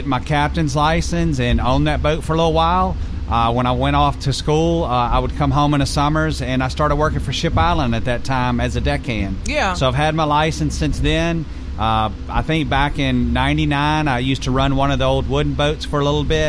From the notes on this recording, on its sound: We’re on the road live from the 27th Annual Cruisin’ the Coast at Cruisin’ Central in Gulfport.